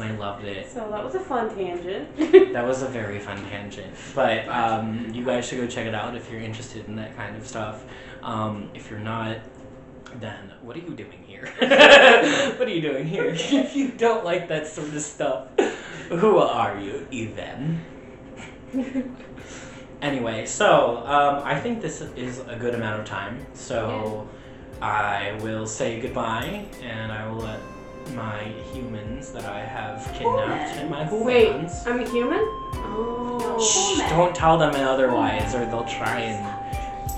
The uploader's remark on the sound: Recording of the original potato quality podcast